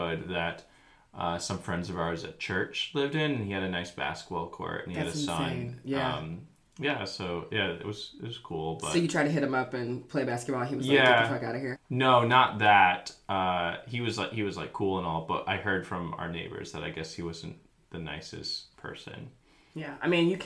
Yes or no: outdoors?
no